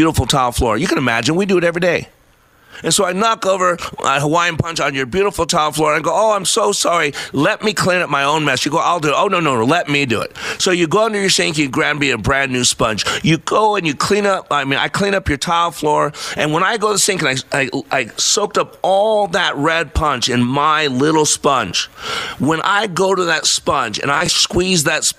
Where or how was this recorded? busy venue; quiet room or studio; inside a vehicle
busy venue